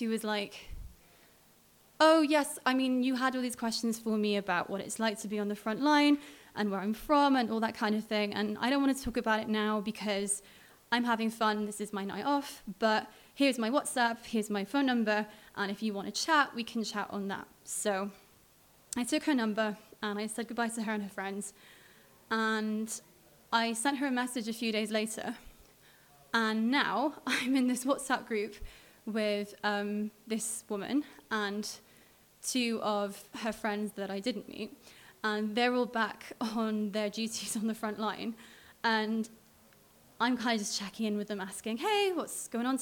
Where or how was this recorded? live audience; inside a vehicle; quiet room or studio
live audience